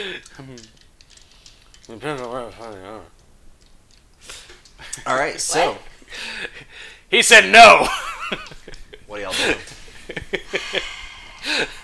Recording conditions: sounds in the background